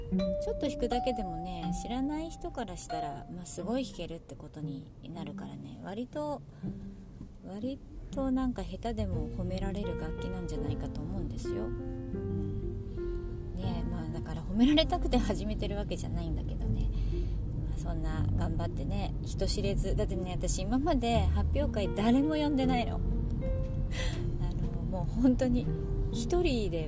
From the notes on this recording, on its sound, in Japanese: 誰も来ない発表会のリハーサルへ行く車の中のつぶやき。